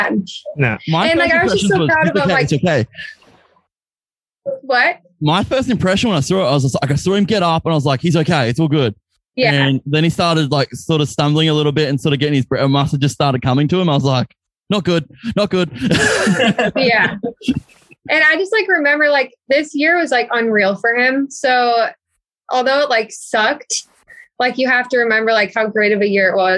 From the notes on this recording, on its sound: Are joined on zoom by one of the power couples of the moto industry in the US.